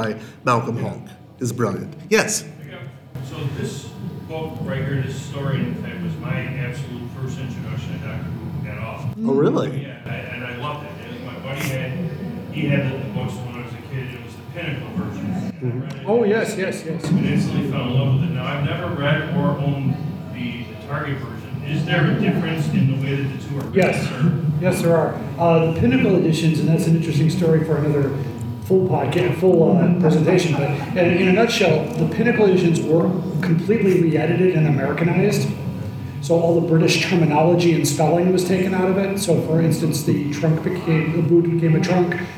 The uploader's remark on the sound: The sound quality on this one is variable, so headphones are encouraged!